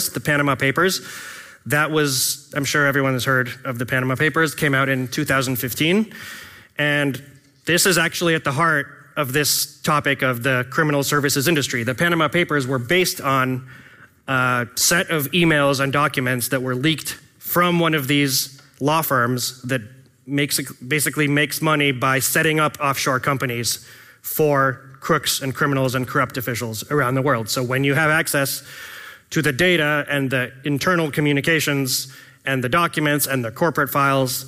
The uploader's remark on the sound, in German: Mitschnitt von der DOSSIER-Konferenz 2023